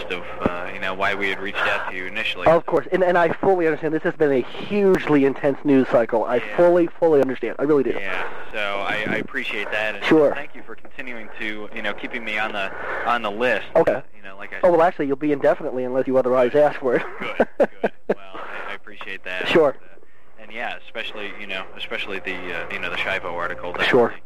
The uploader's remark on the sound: FOX News Radio. This podcast episode includes 16 different phone calls, made over a period of almost 3 months.